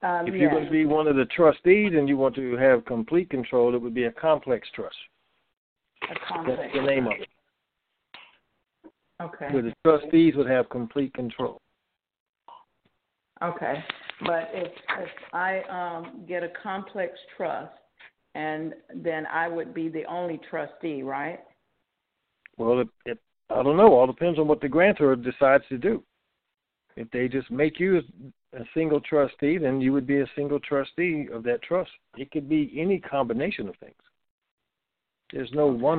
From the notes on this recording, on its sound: TNTSuperfantastic Conference Call.